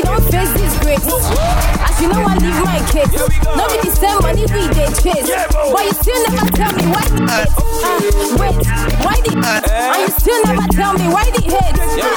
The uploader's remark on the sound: LIVE SET: THE AFTER PARTY DETRIOT FESTIVAL